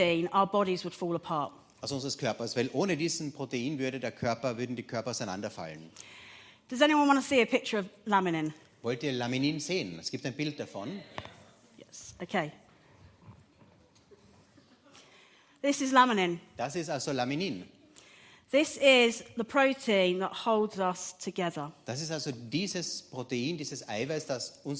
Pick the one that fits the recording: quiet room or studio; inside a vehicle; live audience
live audience